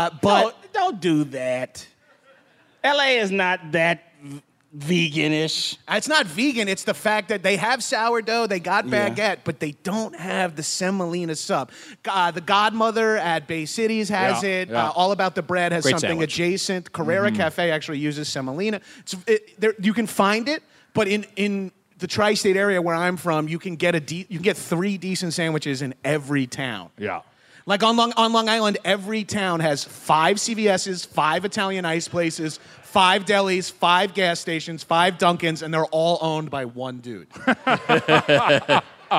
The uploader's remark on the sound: Recorded live at Foxwoods Resort Casino 5/6/22.